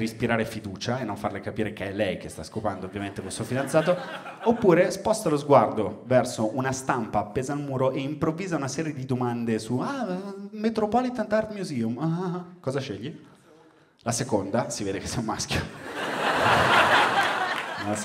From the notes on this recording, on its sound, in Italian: Registrato a Firenze al Teatro Puccini.